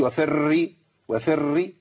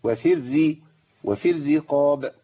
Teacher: وما يعملش تكرار في الراء · Shown in: second take